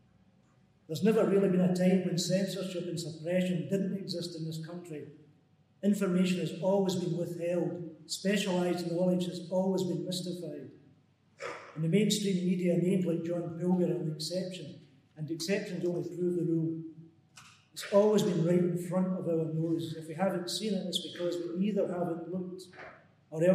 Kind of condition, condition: setting, live audience